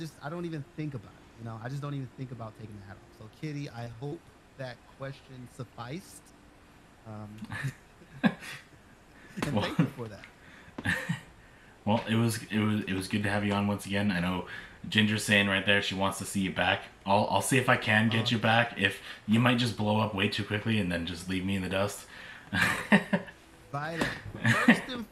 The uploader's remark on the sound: severe audio issues